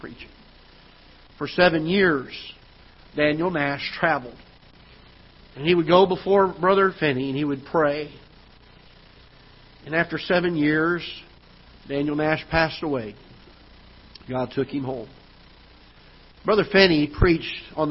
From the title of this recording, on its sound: Ketha Heights Baptist Church ~ Live Broadcast